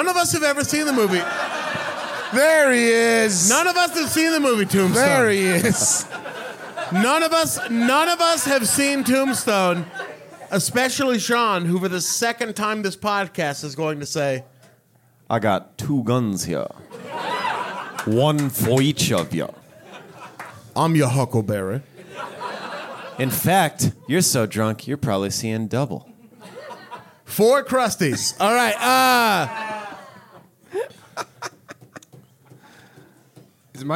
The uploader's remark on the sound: LIVE IN MINNESOTA. This episode was recorded live at The 10,000 Laughs Comedy Festival in Minneapolis, Minnesota.